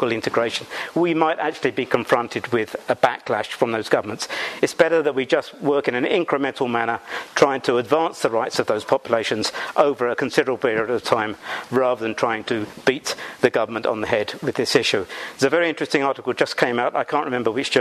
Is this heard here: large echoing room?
yes